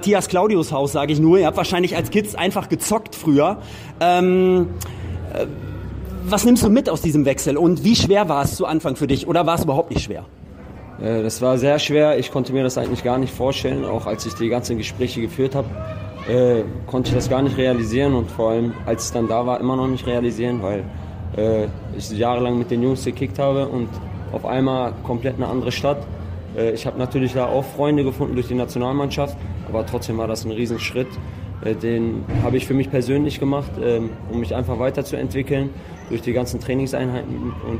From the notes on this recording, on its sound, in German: Live aus der Mixed Zone nach dem Futsal Bundesliga Spiel gegen Weil im Dorf.